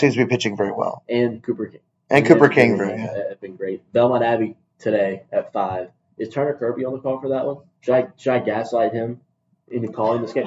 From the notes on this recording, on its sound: Apologies for the wacky audio quality!